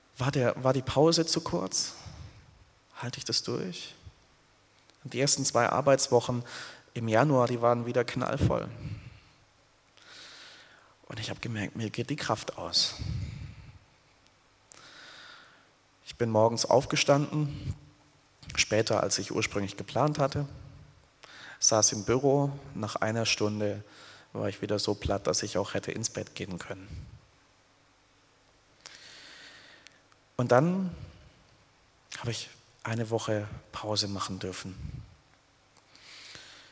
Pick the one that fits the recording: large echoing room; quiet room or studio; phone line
large echoing room